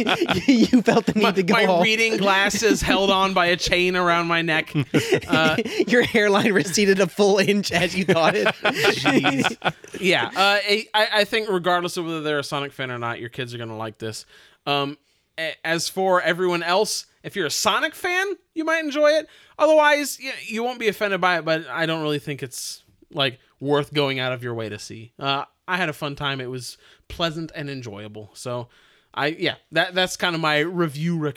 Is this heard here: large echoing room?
no